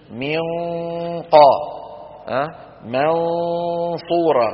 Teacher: فالصوت لما عم يمر عم يتجه لوين؟ إلى قبة الحنك، فعم يصيبه شيء من التفخيم